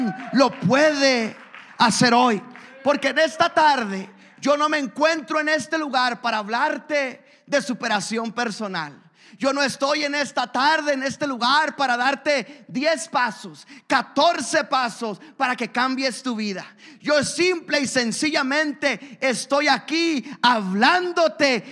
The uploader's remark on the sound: a service recording from Connect Point UPC